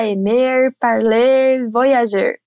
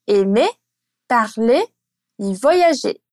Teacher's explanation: Os verbos do primeiro grupo que terminam em R também não têm o R pronunciado · Shown in: second take · por isso, nada de falar aimer, parler, voyager.